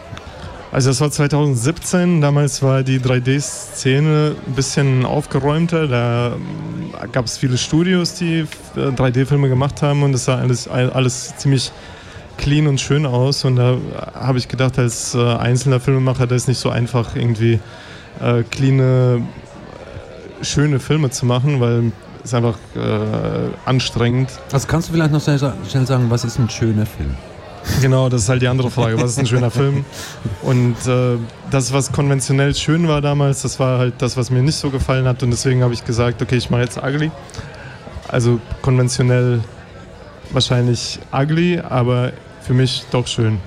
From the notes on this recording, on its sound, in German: Festivalausgabe live aus dem Merkerareal in Baden.